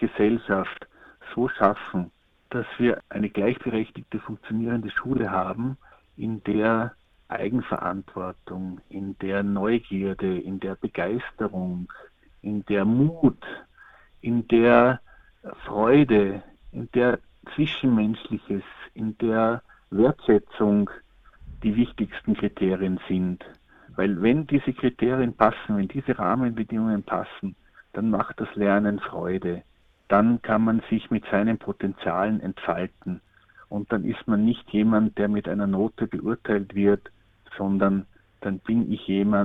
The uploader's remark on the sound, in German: Telefoninterview